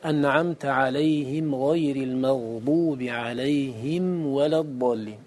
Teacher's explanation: لأن في الميم غنة تحولها عن أن تدغم في الواو